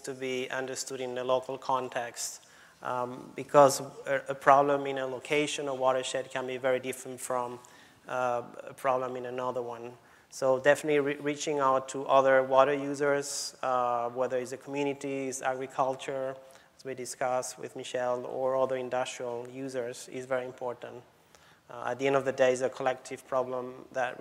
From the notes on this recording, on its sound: The best of live interviews from GreenBiz events.